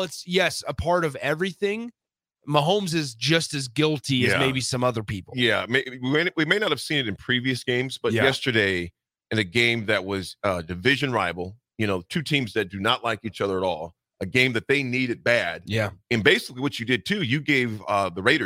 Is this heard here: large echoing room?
no